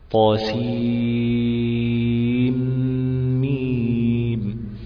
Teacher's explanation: النون بتاعت سين بتلتقي مع الميم، أول حرف في كلمة ميم الحرف اللفظي، فحصل إدغام. الناس اللي قالت بالإدغام قال لك عشان مراعاة الاتصال اللفظي، لأنهم في كلمة واحدة ولا يجوز الفصل بينهما لأنها كلمة واحدة وما ينفعش أن نفصل بين بعض الكلمة.